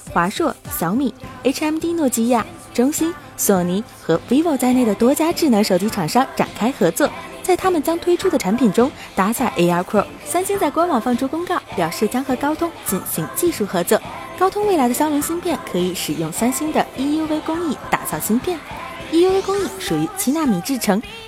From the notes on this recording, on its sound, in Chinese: 正好赶上了手机圈的春晚-MWC2018。手机中国小编在巴塞罗那给大家带来第一手现场报道。